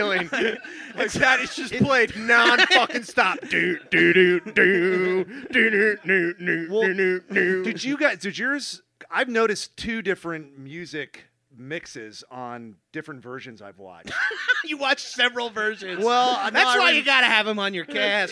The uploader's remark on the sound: live at the IMPROV HOLLYWOOD